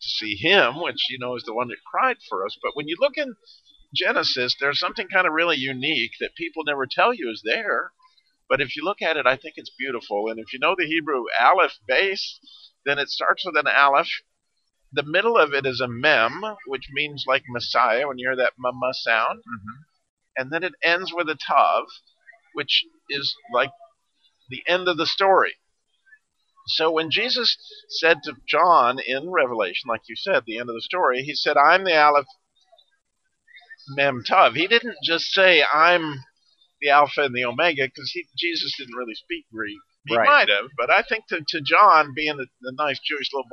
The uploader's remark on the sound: NRB Interview from the Expo Floor NRB 2021.